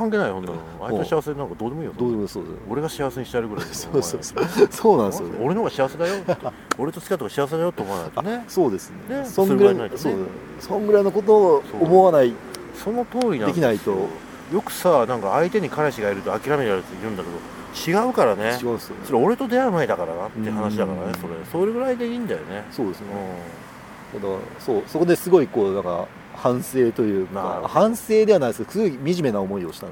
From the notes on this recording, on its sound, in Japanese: 札幌大通り公園にて行いました。